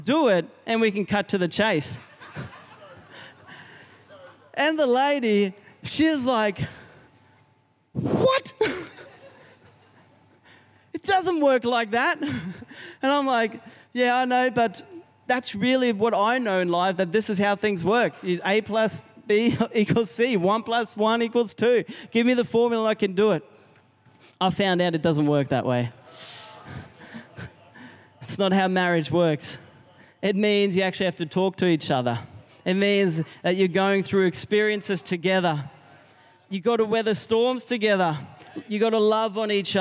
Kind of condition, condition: setting, live audience